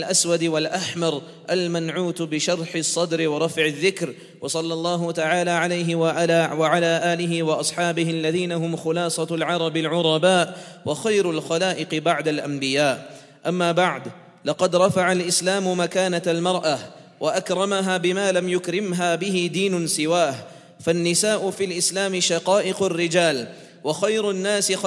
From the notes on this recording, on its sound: on 16th August 2019 at The Houghton Masjid (West Street)